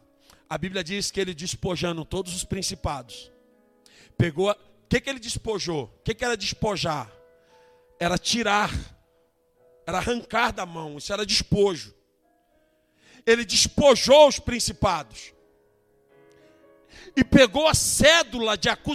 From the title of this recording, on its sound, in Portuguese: Ao Vivo na Casa de Louvor